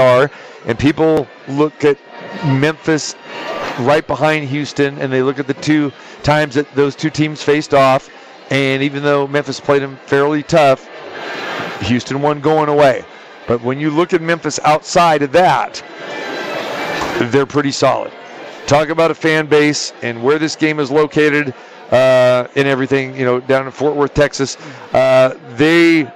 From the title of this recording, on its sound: Live From the Westgate Las. Vegas Super Book